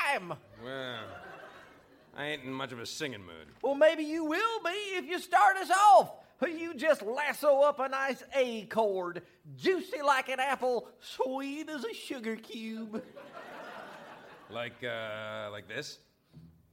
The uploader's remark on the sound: Recorded Live 2/5/2011 at Largo, Los Angeles.